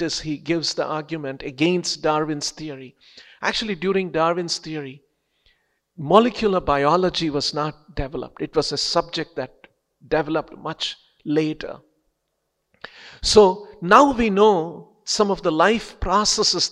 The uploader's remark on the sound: lectures given daily by the devotees at ISKCON Bangalore